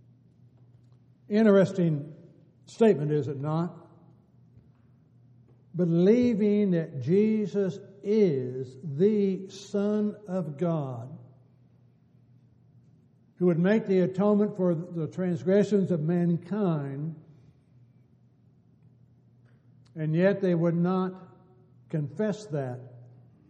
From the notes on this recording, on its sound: Downtown Church Of Christ Audio Sermon